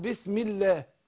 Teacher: لام لفظ الجلالة الله لو سبقها مكسور ترقق، قول بسمي الميم مكسورة فقول بسم الله.